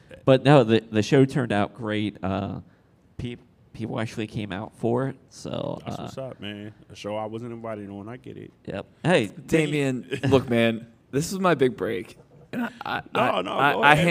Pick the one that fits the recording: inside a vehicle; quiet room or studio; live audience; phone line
live audience